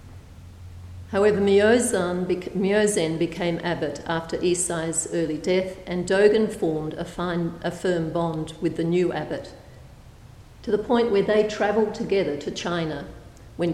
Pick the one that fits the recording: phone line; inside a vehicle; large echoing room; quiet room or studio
large echoing room